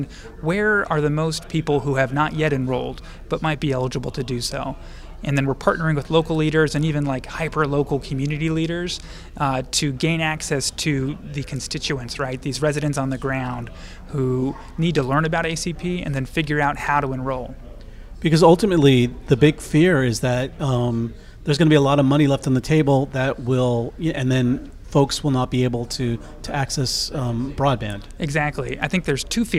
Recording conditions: busy venue